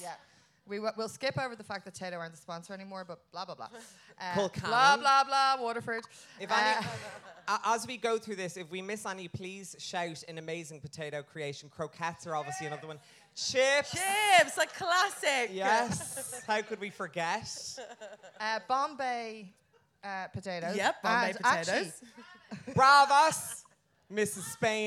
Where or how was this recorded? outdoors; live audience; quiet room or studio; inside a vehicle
live audience